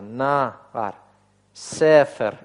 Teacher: два слога. И при этом ударение у них падает на первый слог. · Term: ударение падает на первый слог